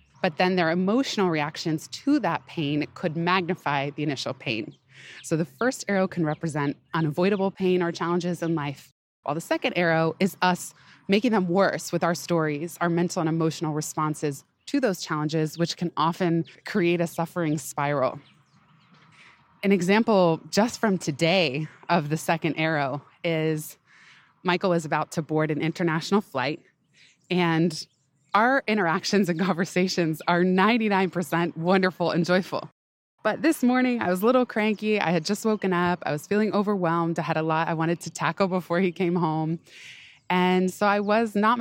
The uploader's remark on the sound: Pardon the occasional panting (lol) and background noise—err New York City soundscape—as I recorded this one on a big hill at the park, running up and down while throwing a giant log for Ryder to chase.